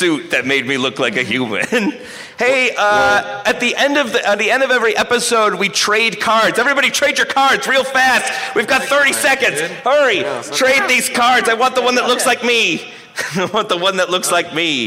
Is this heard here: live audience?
yes